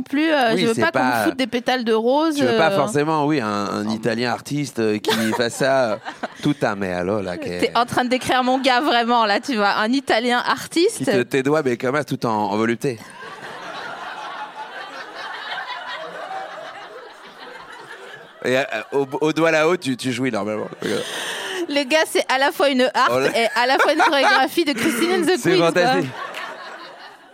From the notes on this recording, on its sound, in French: Cet épisode a été enregistré le 09 mars 2019 à La Nouvelle Seine (3 Quai de Montebello, Paris 5e).